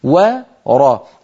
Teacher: الواو هنا مرققة جاورت الراء المفخمة فيخشى عليها أن تخرج وراء، واو مفخمة والعرب لا تفخم الواو أبدا.